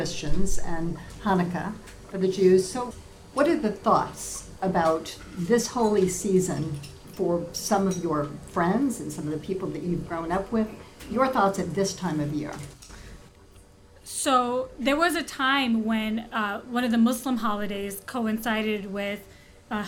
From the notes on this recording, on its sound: Recorded live at the legendary Red Key Tavern, November 21, 2016.